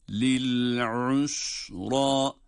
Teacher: usra ayından sonra sin harfi ince